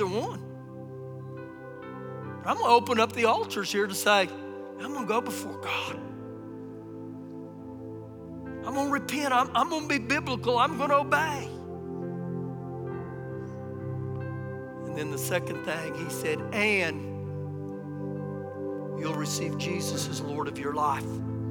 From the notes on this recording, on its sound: Recorded live during our Sunday morning service